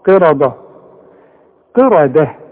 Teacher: طبيعية يعني لا تزود ولا تنقص عن حركتين قرا ده قي القاف من اخر حروف التفخيم الحرف المكسور قي وبعدين الراء مفخمة ورقق لي الدال